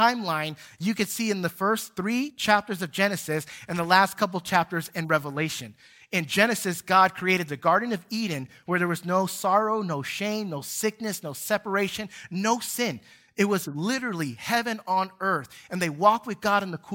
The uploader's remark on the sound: Recorded from South Gate Fellowship in Duncanville, TX.